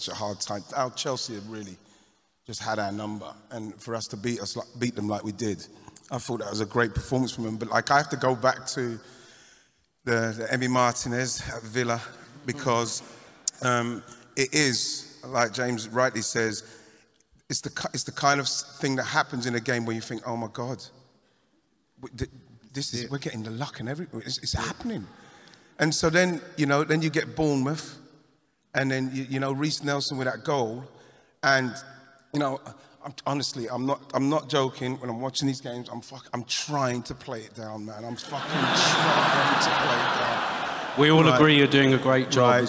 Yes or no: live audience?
yes